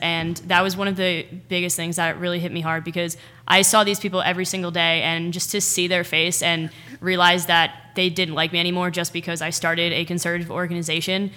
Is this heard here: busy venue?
yes